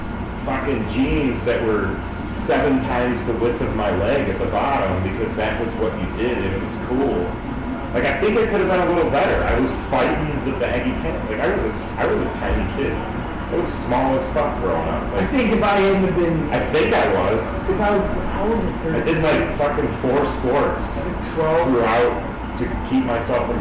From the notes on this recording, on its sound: we will get better mics i swear